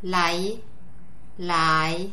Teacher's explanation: The rising tone starts low and rises up to a mid-tone.